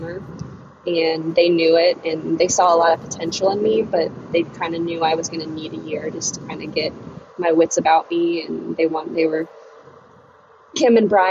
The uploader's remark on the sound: We spoke while she was driving back to Charlottesville from Florida so the audio may get a little choppy at times at spots.